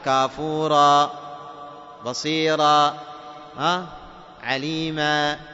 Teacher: ومثل بعضهم في مثلا الألف المنونة بمقدار حركتين، إذا وقفت على التنوين يسمى مد العوض، فإنك تقف عليه بمقدار حركتين